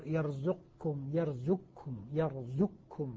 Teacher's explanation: يعني تسقط القاف في الكاف ذاتا وصفة، لا يبقى للقاف أثر · Term: إدغاما كاملا